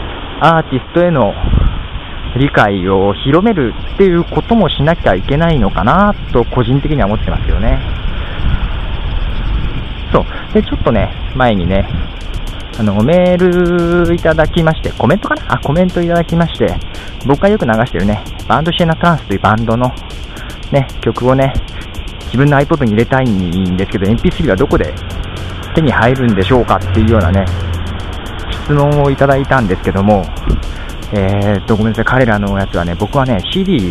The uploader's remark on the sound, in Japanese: 初めてまともに Skype を使いましたよ。音質も普通です。普通の電話でした。(うるさくてすいませんでした)。